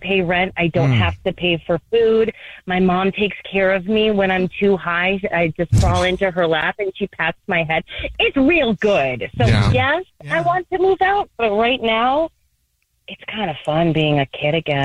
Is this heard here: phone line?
yes